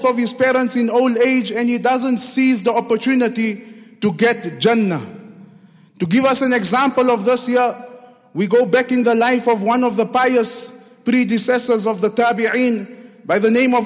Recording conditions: large echoing room